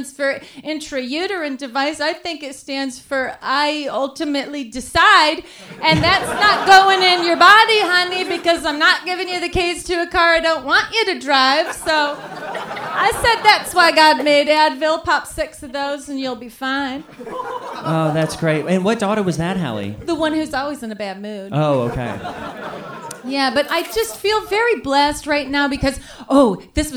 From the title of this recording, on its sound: Live from Dynasty Typewriter, Los Angeles